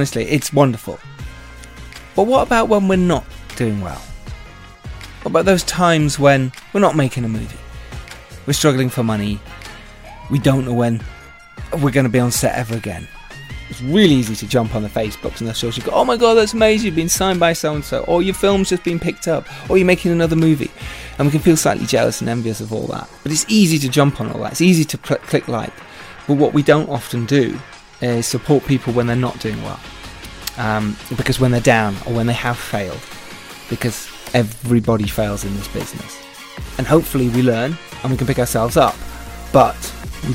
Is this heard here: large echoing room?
no